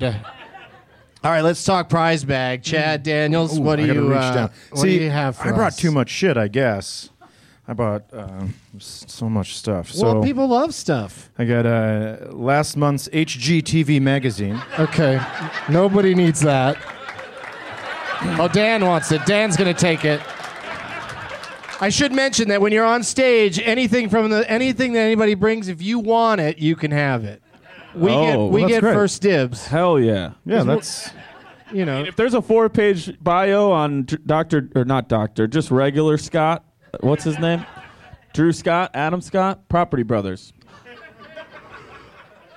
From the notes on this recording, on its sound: Live from Zanies Comedy Club in Rosemont